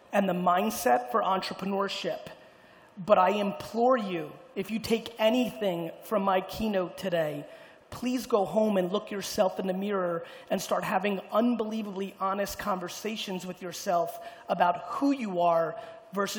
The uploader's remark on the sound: Keynote in UAE. Getting up in front of the crowd in Dubai.